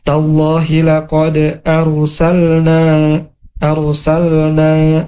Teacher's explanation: Kemudian arsalna, huruf ra. Huruf ra punya sifat yang tebal ya, karena sebelumnya ada alif berharokat fathah, jadi tebal.